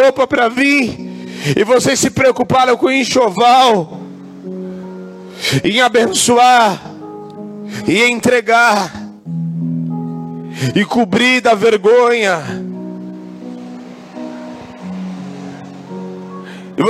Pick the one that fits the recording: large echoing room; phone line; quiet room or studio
large echoing room